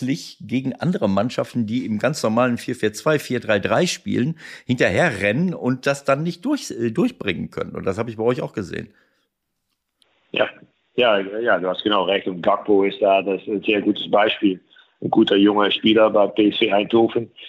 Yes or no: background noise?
no